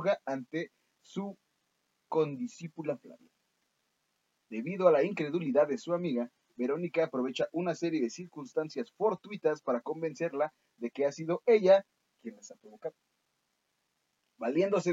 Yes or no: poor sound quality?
yes